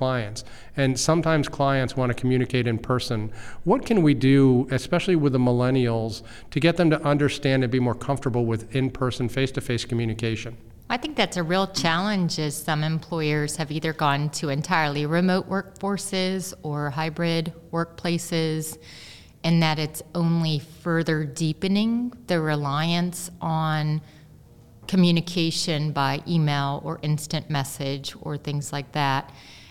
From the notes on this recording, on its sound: we recorded at Ogletree Deakins’ national Workplace Strategies seminar